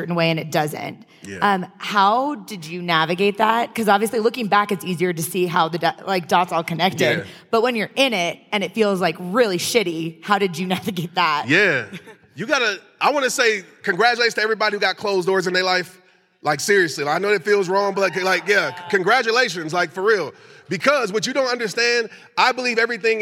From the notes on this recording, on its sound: recorded at the empowerHER LIVE event